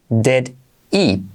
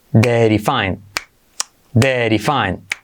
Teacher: Saltamos la H. Entonces queda did he. Pero la D segunda se convierte en R suave.